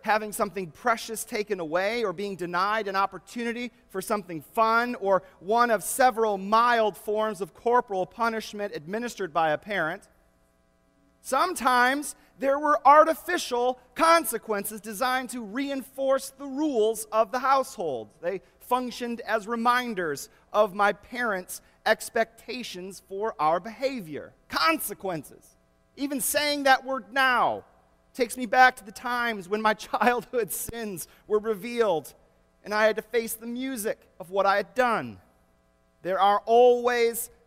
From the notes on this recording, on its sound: delivered at the First Presbyterian Church of Flint